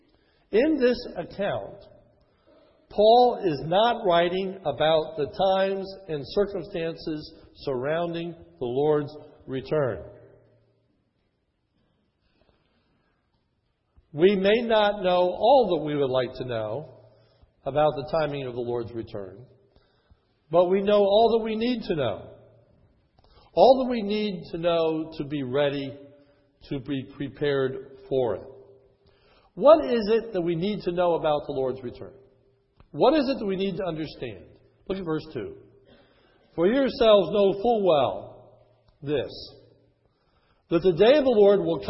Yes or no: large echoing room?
yes